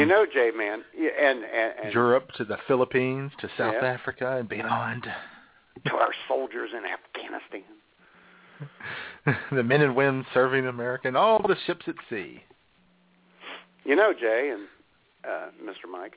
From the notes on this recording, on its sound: We will be broadcasting LIVE from our offices in Redneckville AR., Bagwine, OH, and our provencial office in Ontario, CANADA!! All of that plus your phone calls.